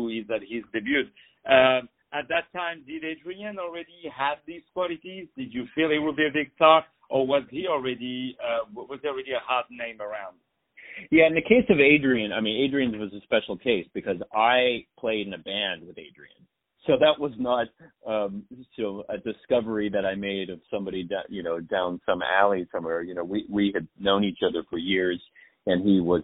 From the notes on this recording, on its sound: On the phone